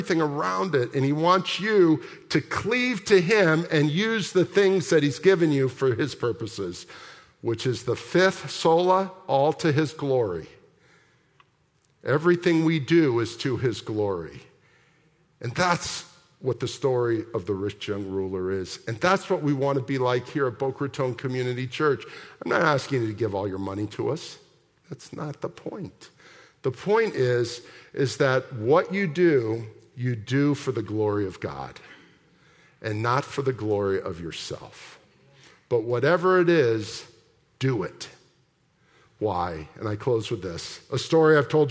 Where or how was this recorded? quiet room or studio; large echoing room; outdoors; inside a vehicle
large echoing room